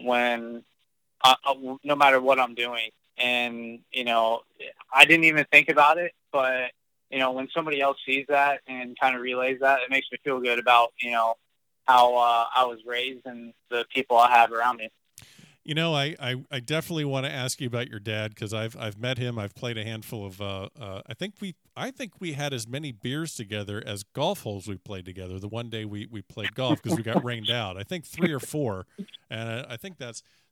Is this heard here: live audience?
no